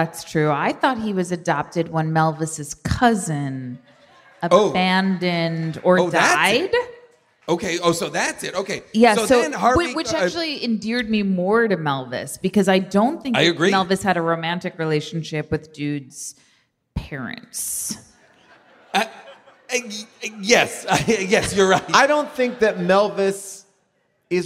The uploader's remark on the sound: LIVE from the Warner Theatre in D.C. The audience Q&A.